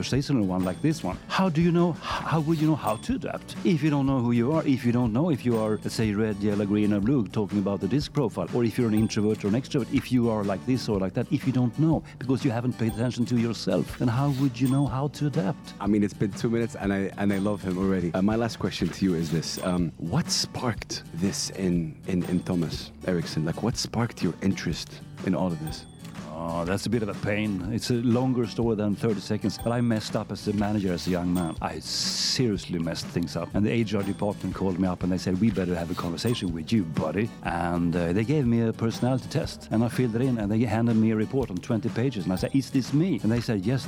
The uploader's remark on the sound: Live at SIBF 2023. On the sidelines of his talk.